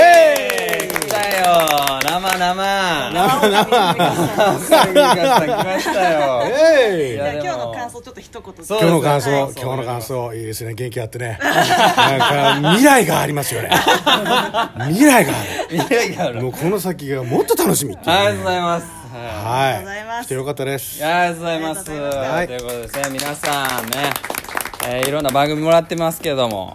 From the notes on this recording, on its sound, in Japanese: 公開収録。From Radiotalk。